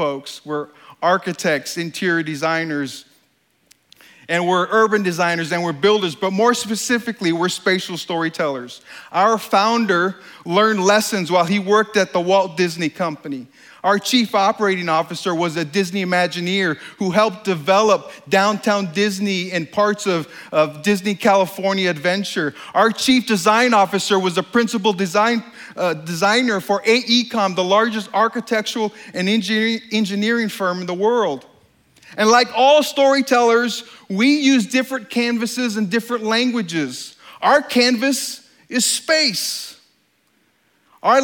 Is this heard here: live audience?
yes